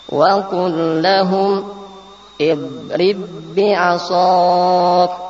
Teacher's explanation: langsung ke ba kedua, jadi tidak dikolkolahkan pada ba pertama · Term: idgham